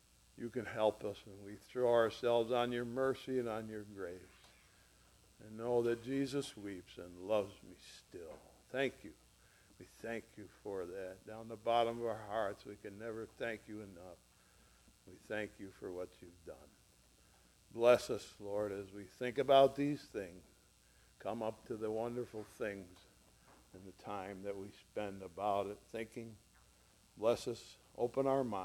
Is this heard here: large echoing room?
yes